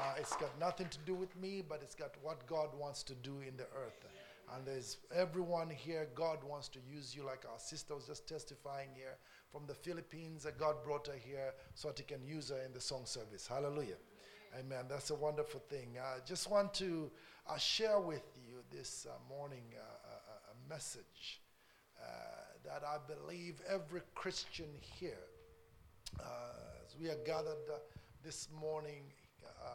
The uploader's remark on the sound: A message preached during our Tuesday service